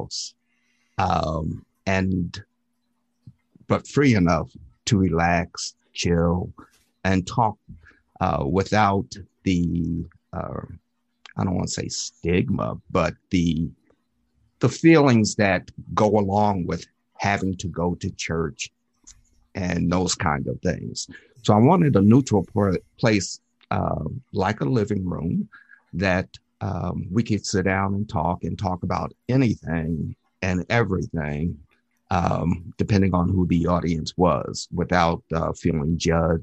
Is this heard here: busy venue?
no